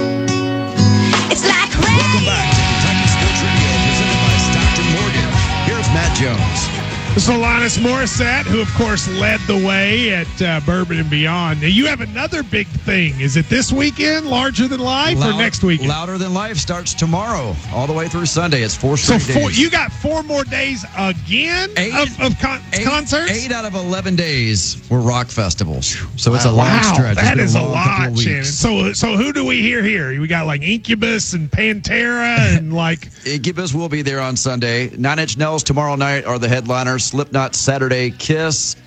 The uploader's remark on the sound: KSR Live from KSBar